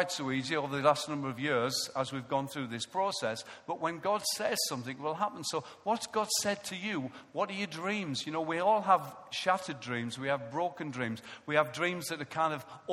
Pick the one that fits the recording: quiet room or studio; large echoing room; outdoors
large echoing room